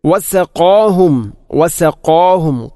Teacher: ഖാഫിനെ ഉച്ചരിക്കുമ്പോൾ വസഖാ ഖാ അല്പം കനപ്പിച്ച് ഉച്ചരിക്കണം. വസഖാഹും അല്ലാതെ വസഖാഹും അല്ലെങ്കിലോ വസഖാഹും എന്നോ അല്ല ഉച്ചരിക്കേണ്ടത്.